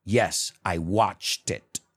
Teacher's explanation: See, there's no pause between the watched and the it. It goes together, at least when you say it.